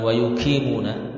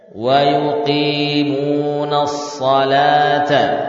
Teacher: Bukan wayukimuna, harus kita upayakan melafadzkan qaf dari bagian pangkal lidah · Shown in: second take